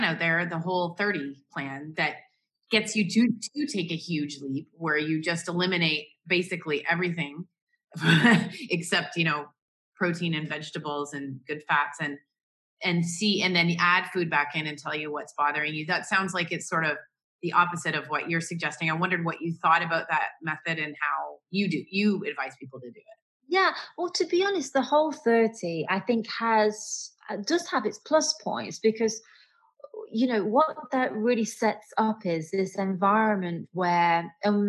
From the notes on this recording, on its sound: has a Zoom chat